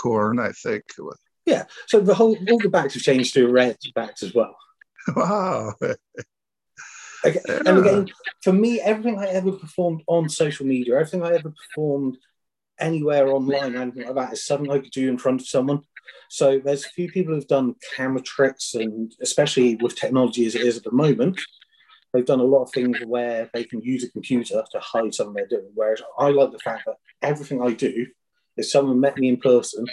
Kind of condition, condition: link, video call